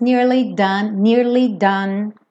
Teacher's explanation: Tem que ter esse Y no som do nearly tá? É uma palavra de duas sílabas